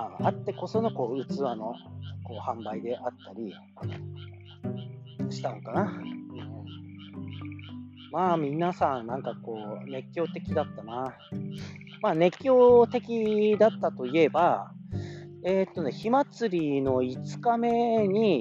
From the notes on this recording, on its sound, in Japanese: カエルが収録を邪魔して来ます。